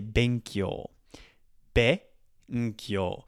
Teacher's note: be is lower, kyo is higher